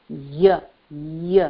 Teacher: शुरुआत में भी स्वर ही निकलता है, ई ई जैसा उच्चारण निकलता है, अंत में भी स्वर ही निकलता है, बीच में भी कुछ स्वर जैसा ही है, लेकिन उसमें थोड़ा सा हम लोग जीभ के साथ कुछ कर रहे हैं, कहाँ पे?